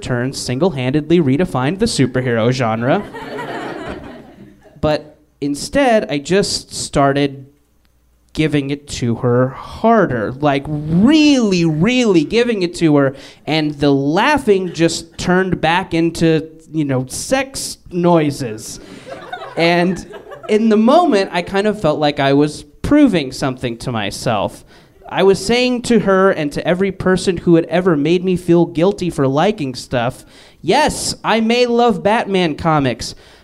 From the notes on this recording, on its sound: Live from MaxFunCon! Share stories at Lake Arrowhead for our parent network's weekend-long fanjets, MaxFunCon!